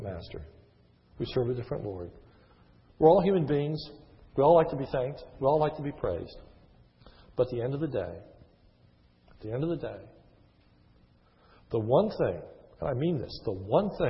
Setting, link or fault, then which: setting, large echoing room